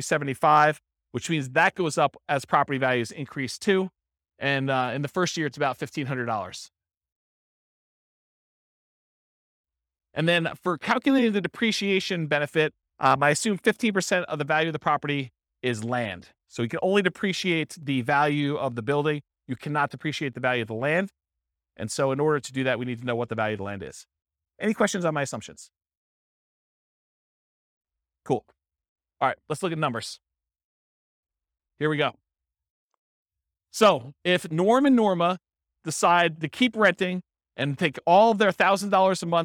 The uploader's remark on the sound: This was a live class recorded